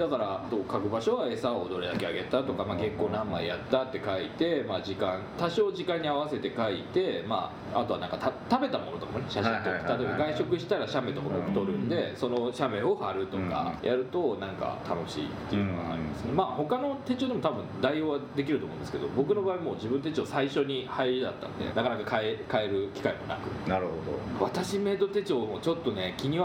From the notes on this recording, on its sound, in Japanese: 今回、録音器のトラブルでノイズがあります。